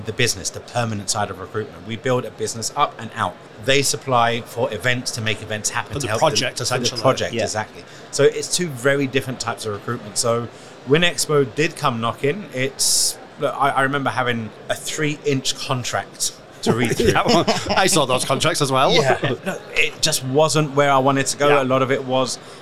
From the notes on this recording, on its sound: Live from SES.